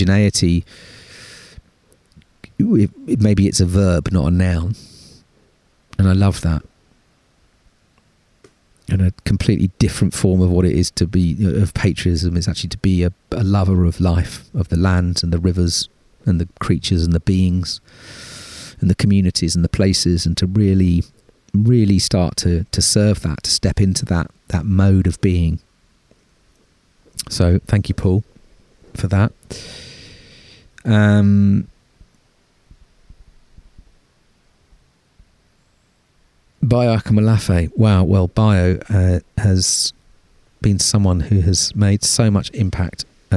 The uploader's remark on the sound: A reflective ramble in the woods. There are no guests (apart from wind, trees, a buzzard and a pigeon).